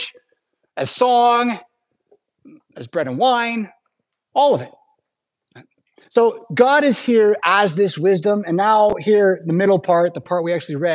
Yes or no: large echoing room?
yes